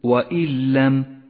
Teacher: النون الساكنة إذا جاء بعدها حرف اللام سقطت من اللفظ وشدد حرف اللام ويسمى الإدغام بلا غنة ولذلك لونت النون بالرمادي إشارة إلى سقوطها